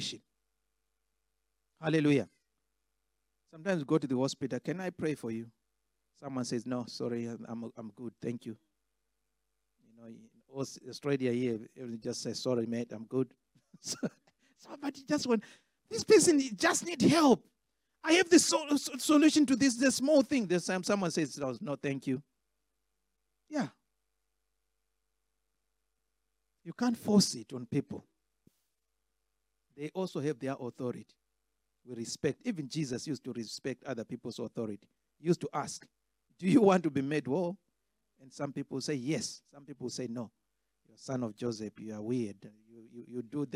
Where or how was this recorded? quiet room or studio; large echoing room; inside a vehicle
large echoing room